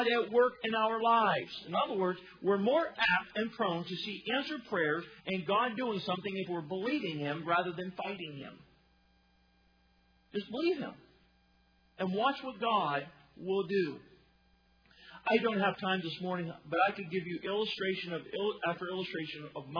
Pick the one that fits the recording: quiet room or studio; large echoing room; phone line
large echoing room